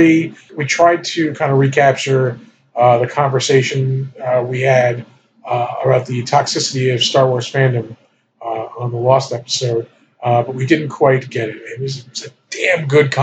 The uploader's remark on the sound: APOLOGIES FOR THE SOUND ISSUE.